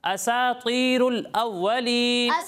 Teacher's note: اساطیر ال پڑھیں گے تو بھی غلط ہو جائے گا، اساطیر ال پڑھیں گے تو بھی غلط ہو جائے گا. ٹھیک ہے، سین کو باریک پڑھنا ہے، تو کو پر پڑھنا ہے، موٹا پڑھنا ہے